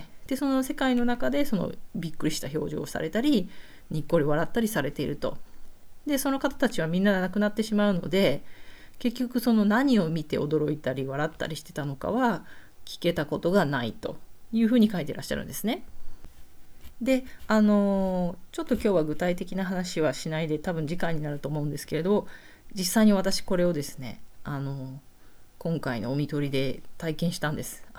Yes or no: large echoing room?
no